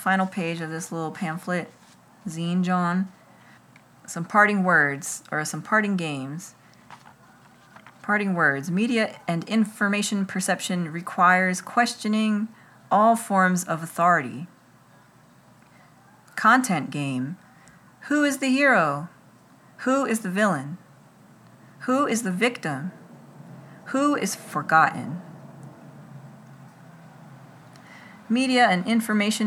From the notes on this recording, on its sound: Includes the ambient background sounds of summer in Philadelphia.